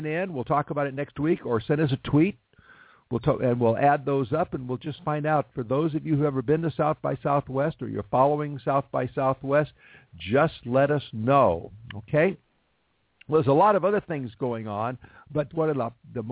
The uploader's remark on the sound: Call in from SXSW. Calls in from SXSW. Since the band will be on cellpones and standing on a corner outside their next gig, there will be distortion and background sounds.